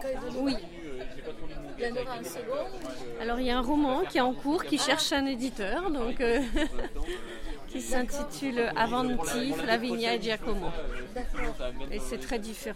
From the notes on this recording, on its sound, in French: Festival Cap de Lire d'Antibes. Reportage au festival Cap de lire qui se tenait à la Chapelle de la Garoupe.